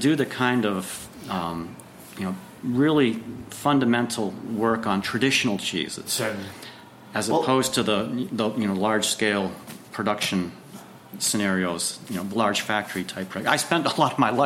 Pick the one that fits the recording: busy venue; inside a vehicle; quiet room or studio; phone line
busy venue